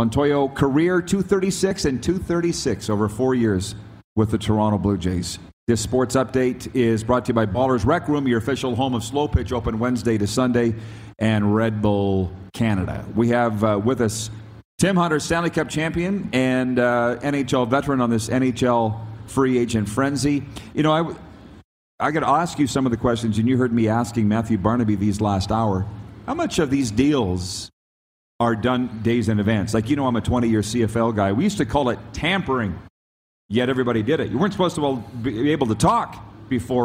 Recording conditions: busy venue